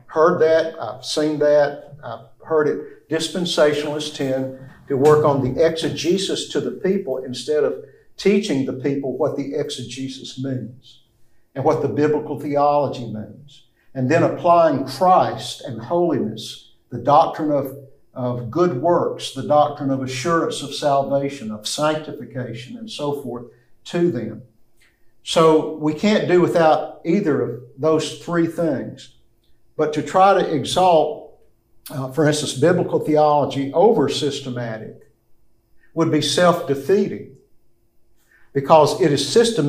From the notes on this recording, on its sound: This lecture comes from the classroom of CBTS.